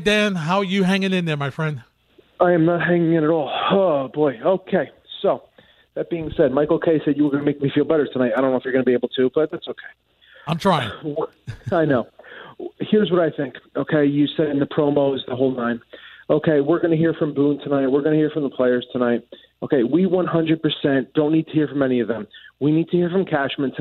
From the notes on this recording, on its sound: Your calls and live audio from the postgame press conferences.